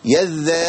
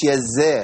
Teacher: حرف الذال طرف لساني مع طرف الثنائي العليا · Shown in: first take · السنتين دول طرف لساني من الداخل يذا ما أقولش يزا خش